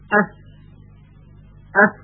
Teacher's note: سر زبان به نوک دندان صنایع بالا برخورد میکنه